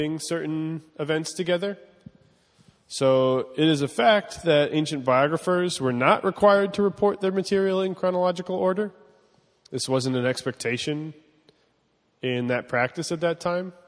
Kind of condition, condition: setting, live audience